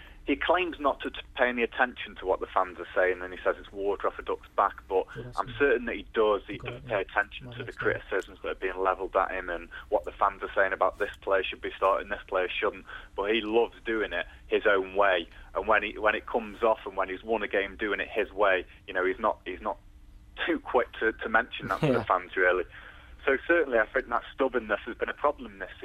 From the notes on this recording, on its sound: Joined in the studio. Joining us on the phone.